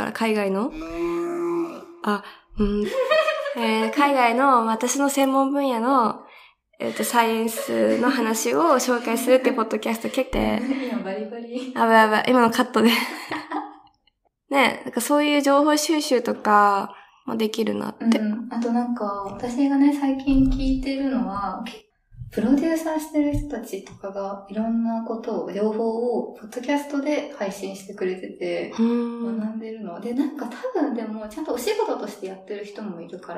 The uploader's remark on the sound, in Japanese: 運営会議議事録（雑音多めです、すみません）。音ひどすぎますか？ギリ聞けるレベルではある？机を触っちゃう音だけは気をつけよ。